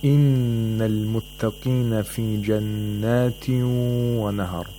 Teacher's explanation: The duration of Ghunna is two vowel counts. So you have to be consistent in the number of vowel counts of ghunna, which is only two, not more.